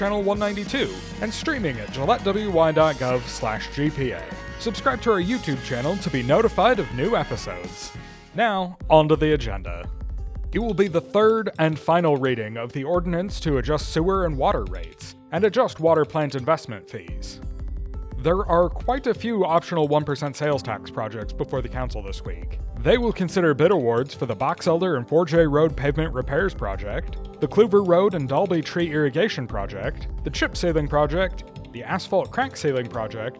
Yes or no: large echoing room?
no